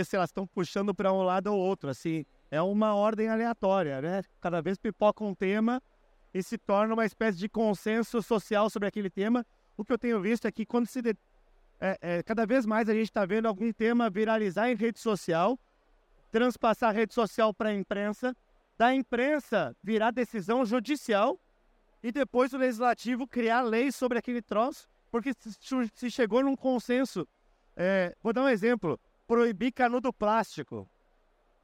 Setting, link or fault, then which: setting, busy venue